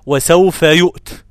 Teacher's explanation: أقف عليها بتاء مهموسة، أقول وسوف يؤت هكذا.